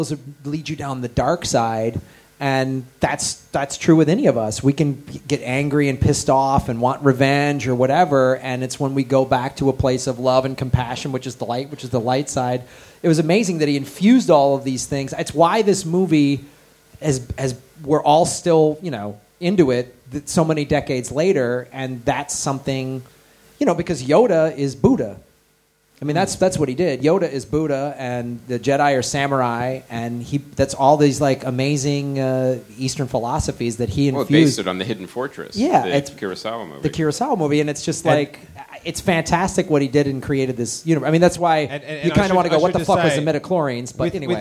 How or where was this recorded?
live audience